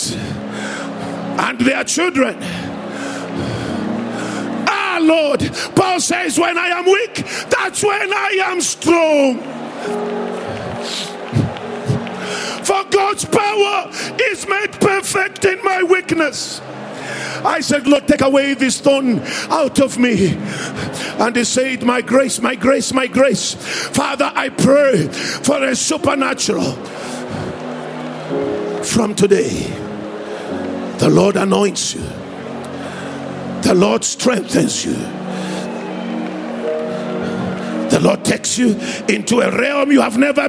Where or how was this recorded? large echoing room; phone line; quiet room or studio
large echoing room